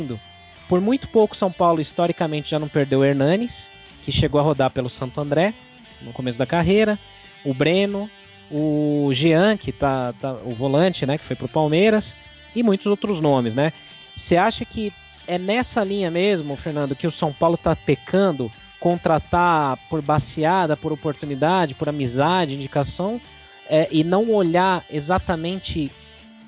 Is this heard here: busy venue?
no